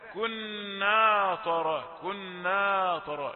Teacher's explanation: البعض يفخم النون وامتدادها وهو الألف عندما يدخل على الطاء